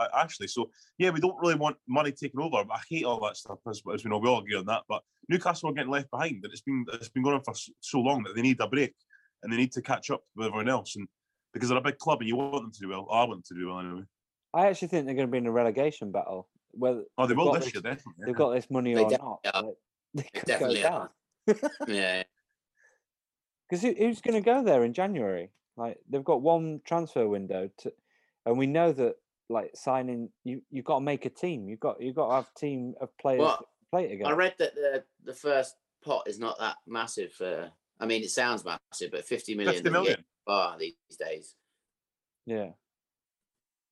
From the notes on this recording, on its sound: Welcome - this weeks podcast is over zoom as we didn't have a chance to get to the pub!